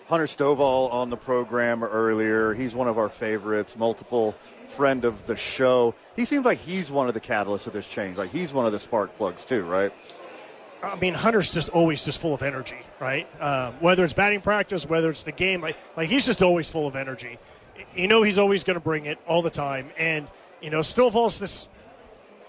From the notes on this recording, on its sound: live from Isotopes park